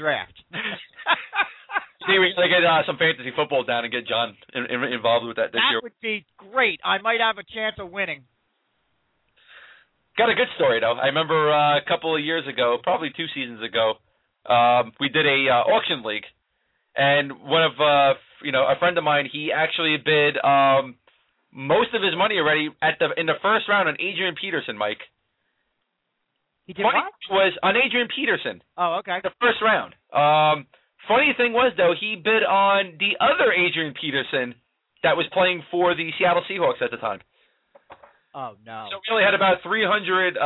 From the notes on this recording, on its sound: take questions from listeners via the telephone